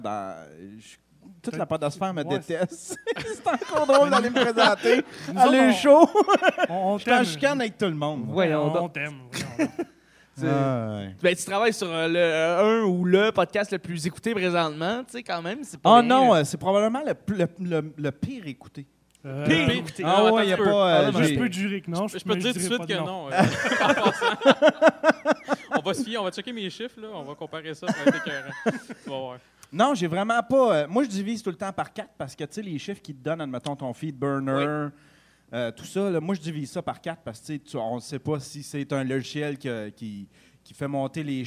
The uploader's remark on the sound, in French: Parlons Balado special GeekFest mtl 2015. Notre premier live en direct du geekfest pour le podcast mania.